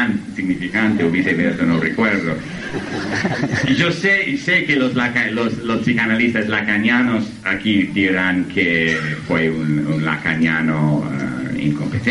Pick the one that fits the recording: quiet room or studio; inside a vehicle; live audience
live audience